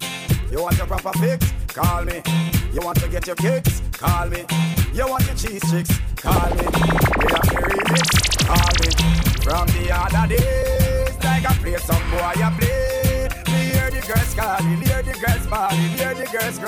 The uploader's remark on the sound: WE OUTSIDE SUNDAY'S (DAY PARTY) AT ROYAL CAFE. MADD JUGGLING FROM BOTH SOUNDS ..